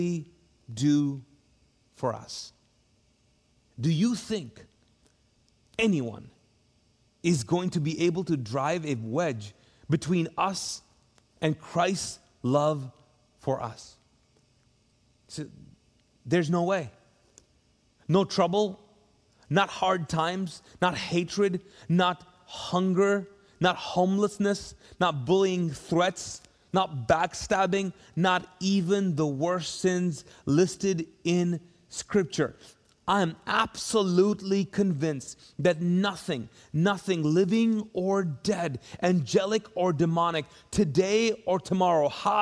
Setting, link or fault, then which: setting, large echoing room